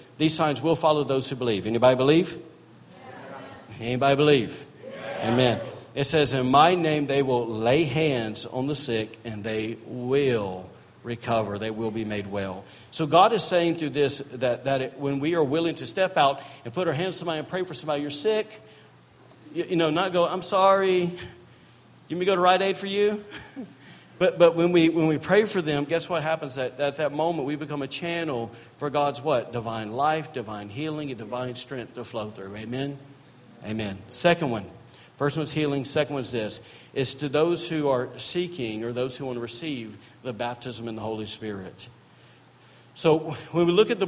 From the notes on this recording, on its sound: during Sunday morning service at Celebration Life Family Church